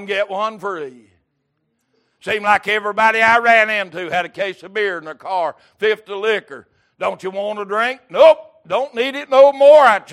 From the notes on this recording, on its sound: Recorded November 20, 2022 - Sunday Morning Service